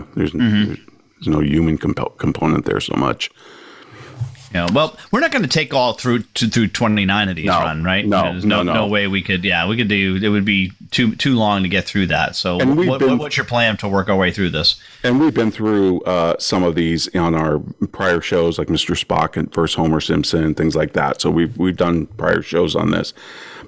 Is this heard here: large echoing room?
no